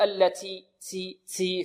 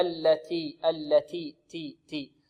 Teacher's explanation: يأتي بالتاء مهموسة بدون رائحة السين · Shown in: second take